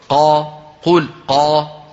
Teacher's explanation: الصوت مستعلي لكن ما في انحصار · Term: مستعلي منفتح